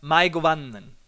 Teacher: dass das AE ein sogenannter Diphthong ist, also ein Zwielaut, und wie das deutsche Ei in Reise ausgesprochen wird.